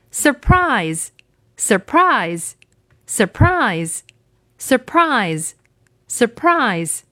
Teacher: 这个词呢，我们发现重音是在后面的